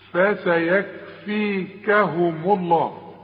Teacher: هنقلقل، هنسكن ونقلقل، في شقاق فسيكفيكهم الله، خد بالك وقراها كويس دي، شوف فسيكفيكهم الله، وما دام الميم مضمومة يبقى لفظ الجلالة إيه؟ مفخم